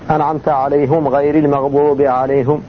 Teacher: قراءة حمزة براويه خلف وخلاد يضم الهاء قبل ميم الجمع